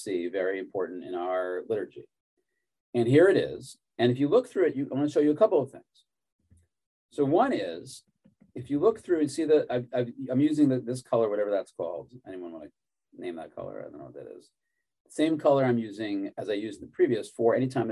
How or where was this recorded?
video call